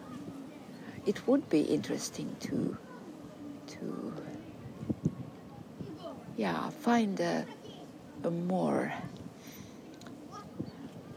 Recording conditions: outdoors